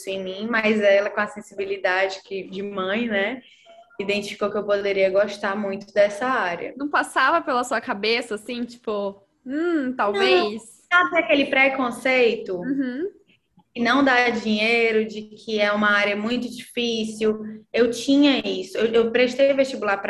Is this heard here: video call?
yes